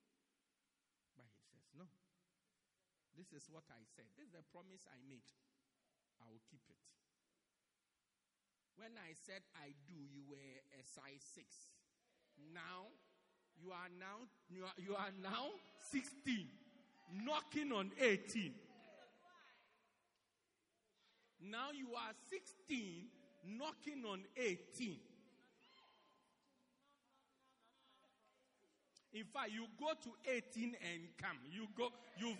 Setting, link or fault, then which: setting, large echoing room